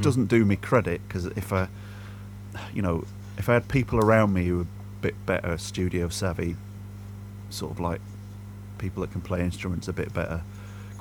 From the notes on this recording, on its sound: I'll level with you, the audio in this could be better. It's a bit hiss n hum and there are some mystery digital space noises to contend.